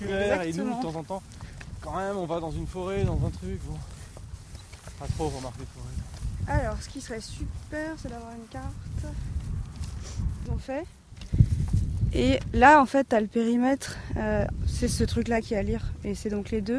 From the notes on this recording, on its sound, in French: Le podcast itinérant du très Grand Paris. Toujours à pied, toujours dehors.